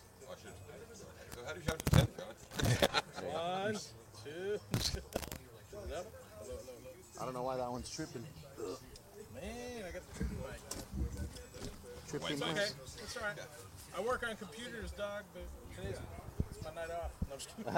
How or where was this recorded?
outdoors